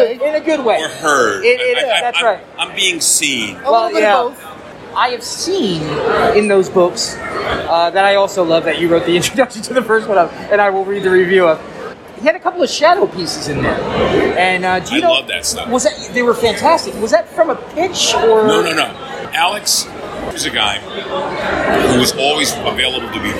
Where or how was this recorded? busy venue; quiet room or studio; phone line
busy venue